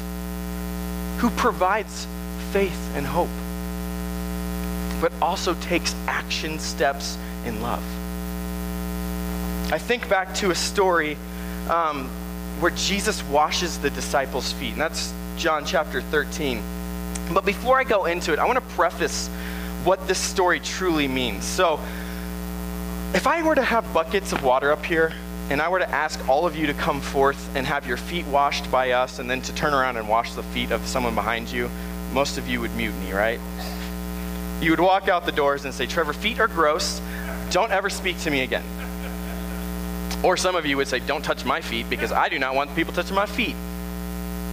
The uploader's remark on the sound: Sermon originally preached August 5, 2018 at Tempe Nazarene Church.